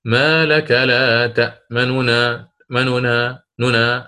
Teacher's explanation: أنت الآن ستختلس حركة الضمة حتى تبين أن النون هذه أصلها مضمومة ثم مفتوحة · Term: الاختلاس